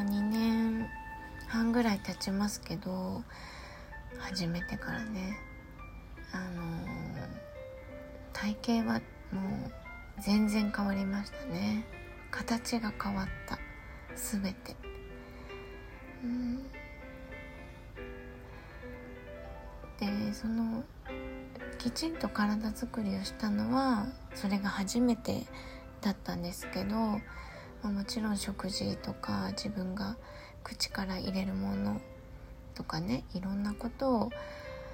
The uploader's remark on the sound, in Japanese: 息子の寝息が入っていますが通常です。